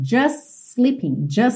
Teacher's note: just sleeping também ficou ligadinho pelo S